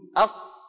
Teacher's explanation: يعني أقصى اللسان قفل المنطقة تماما · Term: القاف